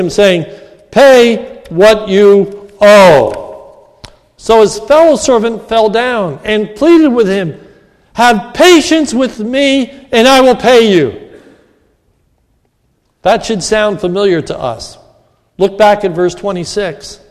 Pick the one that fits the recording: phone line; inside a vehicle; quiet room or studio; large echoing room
large echoing room